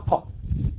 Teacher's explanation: اخر اللسان تصادم مع اعلى الحنك فوق. ولذلك كل حرف ساكن لابد ان يخرج بالتصادم، لازم يكون في تصادم ما بين طرفي النطق.